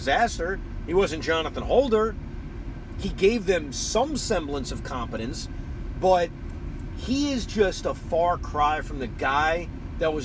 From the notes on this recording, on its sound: While driving home from Citi Field.